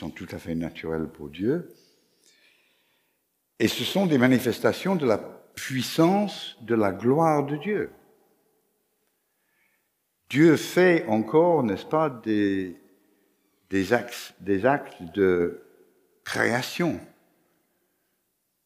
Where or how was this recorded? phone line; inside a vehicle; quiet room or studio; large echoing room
large echoing room